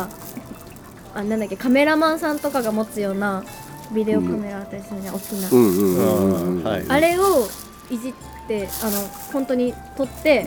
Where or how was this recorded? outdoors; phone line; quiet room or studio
outdoors